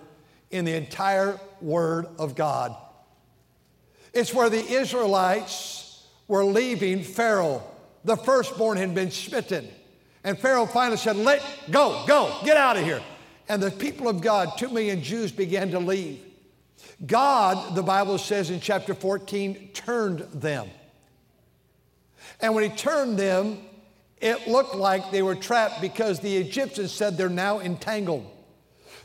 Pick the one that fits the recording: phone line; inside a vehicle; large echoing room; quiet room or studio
large echoing room